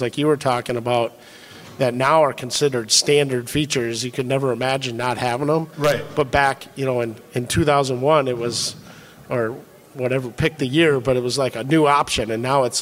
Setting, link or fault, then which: setting, busy venue